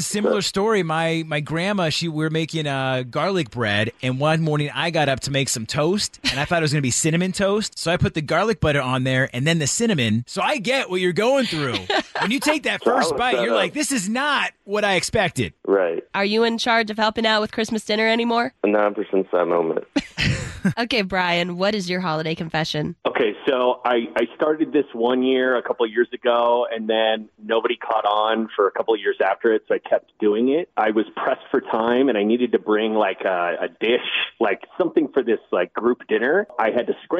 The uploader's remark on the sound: They also asked people to call